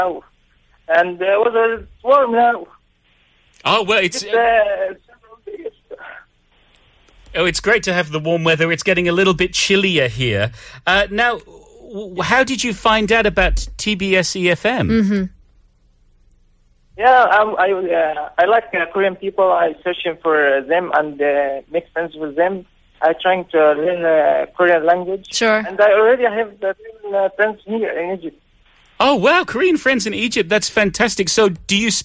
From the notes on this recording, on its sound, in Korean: 청취자 전화연결